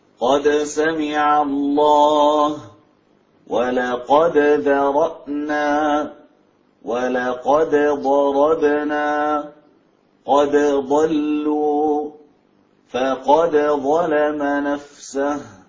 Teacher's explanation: يظهرون الدال قد عند الحروف الثمانية